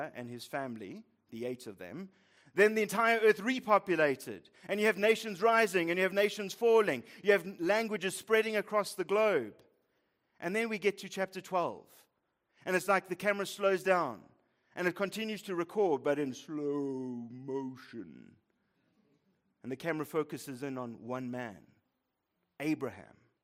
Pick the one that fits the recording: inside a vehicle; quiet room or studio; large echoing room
large echoing room